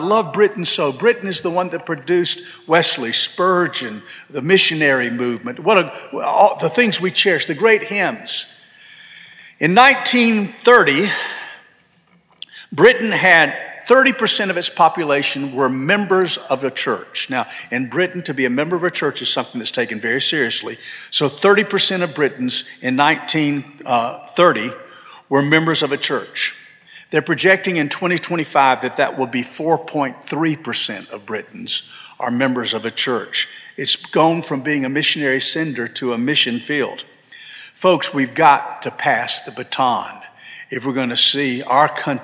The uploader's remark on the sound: This sermon was delivered on December 3, 2023 at First Baptist Church Hendersonville, NC.